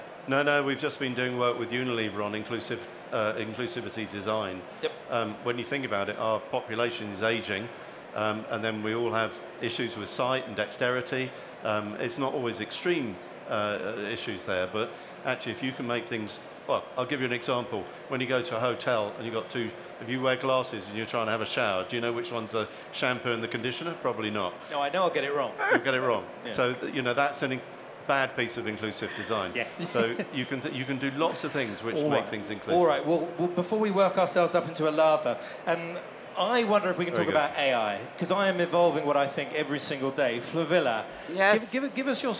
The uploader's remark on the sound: Elite Business Live has gone on tour to some of the best events and expos across the country, with our last and final stop at the Technology For Marketing expo at London Excel.